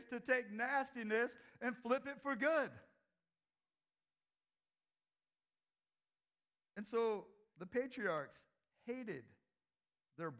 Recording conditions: large echoing room